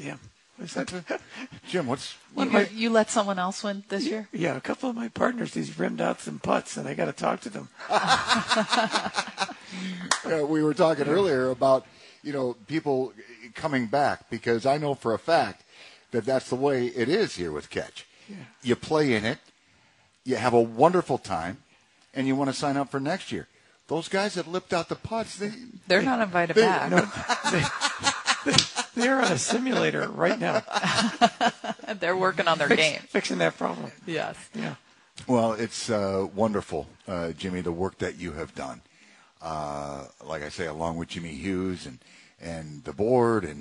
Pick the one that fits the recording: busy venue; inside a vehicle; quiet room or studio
busy venue